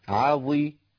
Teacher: العين مرققة، الظاء مكسورة لكنها مطبقة. عظي، الميم مرققة، عظيم الياء والميم.